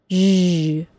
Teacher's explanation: With the J sound, just like with the CH sound, the stop is released with friction. That friction, if I were to hold it, would sound like zh.